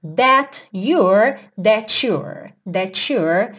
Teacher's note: a junção do t do that com you ficar to, to